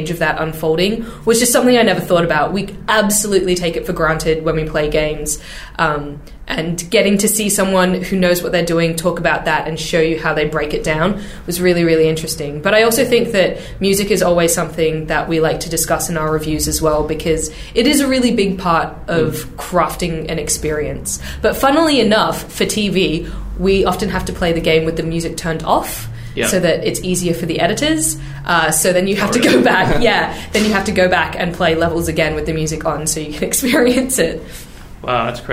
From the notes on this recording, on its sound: Recorded 5th October 2019 at High Score 2019!